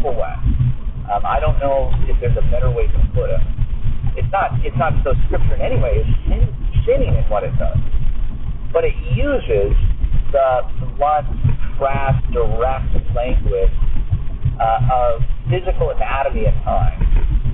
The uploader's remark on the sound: I know, I know its such a horrible recording